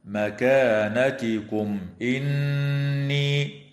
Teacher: وتظهر الميم الساكنة عند الهمزة في قوله تعالى مكانتكم إني، ويسمى إظهارا شفويا